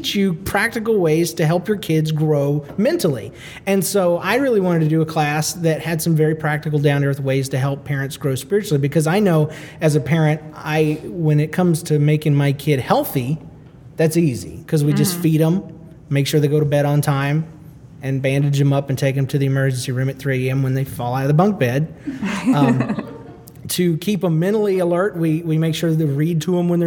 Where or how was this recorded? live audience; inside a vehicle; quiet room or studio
live audience